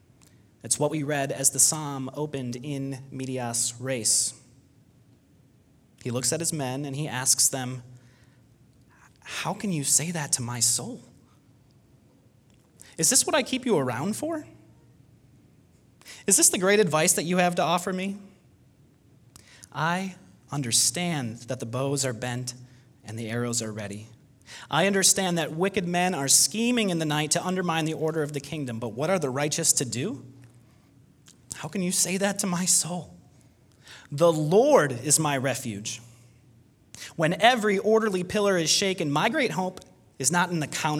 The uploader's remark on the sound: Delivered Sunday, June 21, 2020 at Woodridge Community Church (New Berlin, WI).